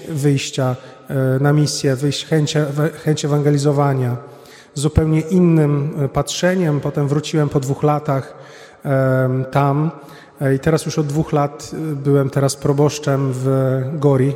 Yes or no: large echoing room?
yes